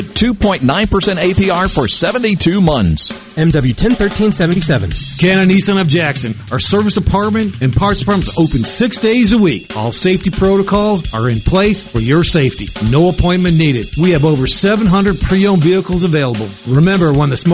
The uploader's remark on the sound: joins the conversation by phone